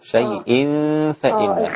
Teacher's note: غاية ما هناك أننا نمد الياء قبل الهمزة